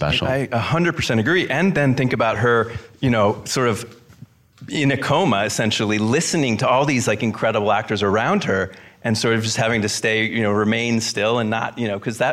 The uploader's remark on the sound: in a Q&A at the DGA theater in Los Angeles